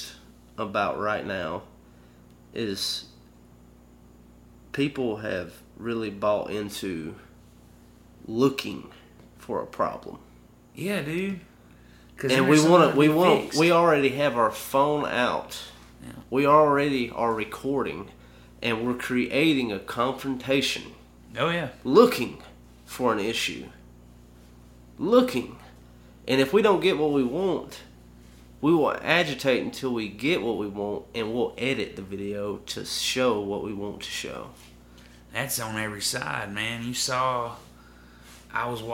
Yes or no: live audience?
no